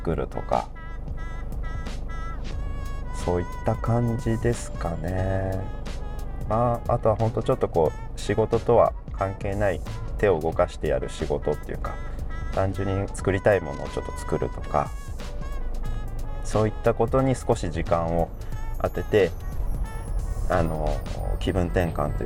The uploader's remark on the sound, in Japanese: 今回は気分を変えて外で収録をしています。